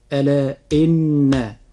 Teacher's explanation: مقدار الغنة في نطقنا لحرف النون في حرف إن، مقدار هذه الغنة حركتان